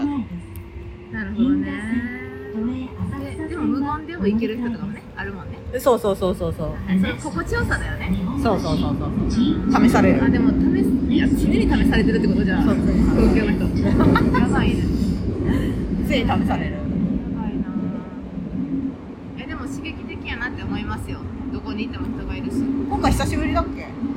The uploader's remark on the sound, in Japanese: お互い忙しくてまさかの「電車移動トーク」になりましたとさw。本日電車の音が入ってますので。